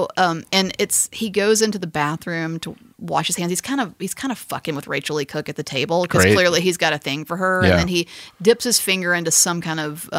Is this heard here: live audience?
no